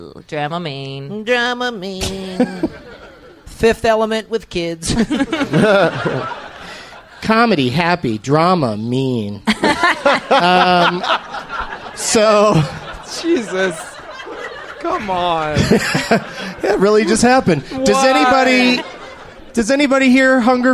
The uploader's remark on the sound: Recorded live at the Acme Comedy Club in Minneapolis, Minnesota on March 31st, 2012.